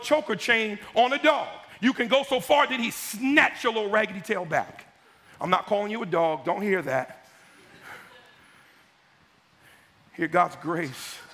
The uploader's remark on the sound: was originally preached in East Falls, Philadelphia on June 18, 2023